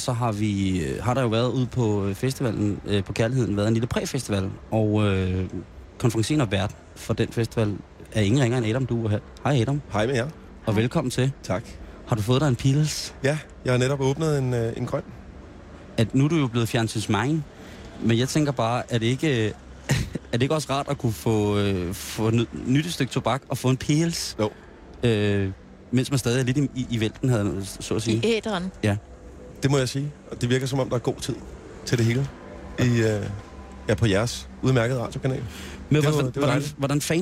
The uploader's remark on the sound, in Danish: Under bøgetræerne. Sender direkte fra Danmarks Smukkeste Festival i Skanderborg.